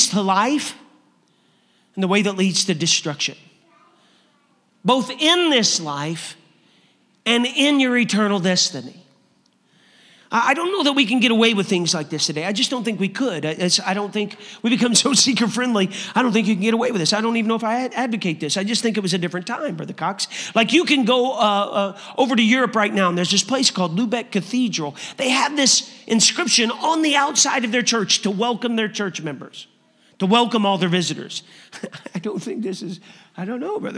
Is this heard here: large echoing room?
yes